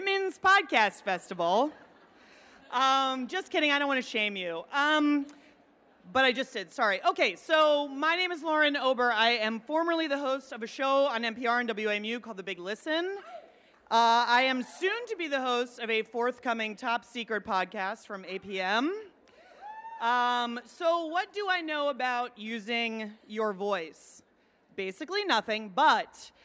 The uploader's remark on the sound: Werk It: The Podcast is the ICYMI version of the live event. Both the festival and the podcast are produced by WNYC Studios.